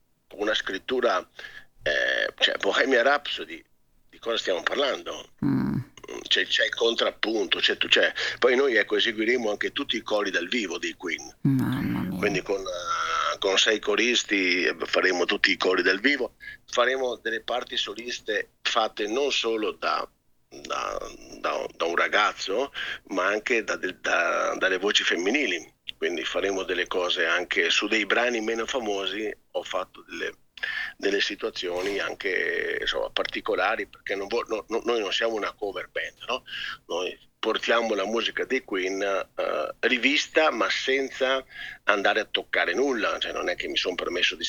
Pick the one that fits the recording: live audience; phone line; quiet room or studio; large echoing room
phone line